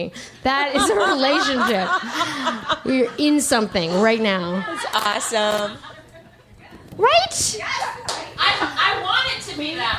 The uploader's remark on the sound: LIVE in DC